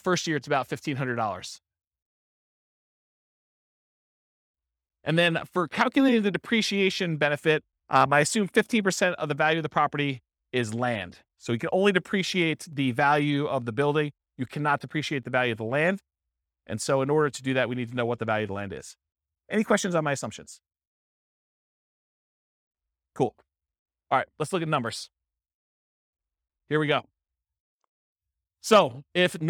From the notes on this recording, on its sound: This was a live class recorded